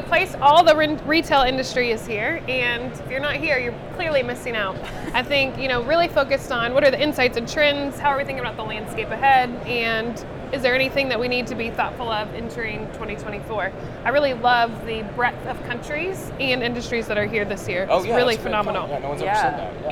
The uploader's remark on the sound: Live From NRF 2024